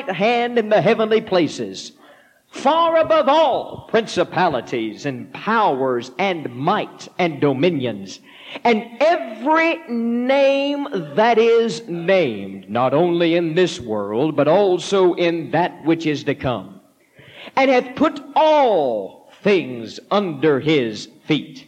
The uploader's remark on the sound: This powerful sermon was preached at the Mississippi Church of God Camp Meeting in March 1989.